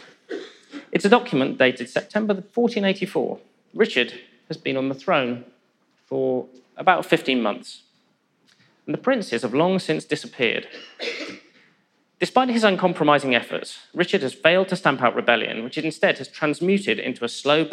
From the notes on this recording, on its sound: In a lecture he delivered at our 2019 BBC History Magazine History Weekend in Winchester